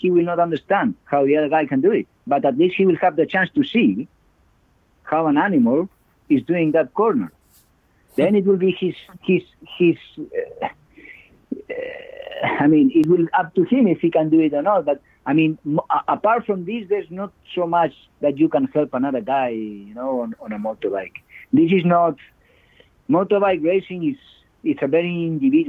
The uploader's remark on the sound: With much of the world in lockdown as it stands, we instead kick off with a three-way phone call.